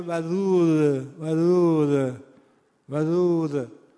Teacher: دال معمولا کم آسیبه، مثلا خیلی قلبش مثلا میگه ودود ودود ودود، یعنی اگر ما شدت حرف دال رو شلش بکنیم شبیه حرف ذال شده، ذال ودود ودود، این میشه شدت دال آسیب دیده.